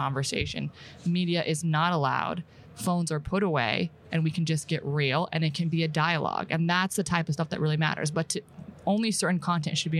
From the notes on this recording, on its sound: live in Amsterdam at Money 20/20 Europe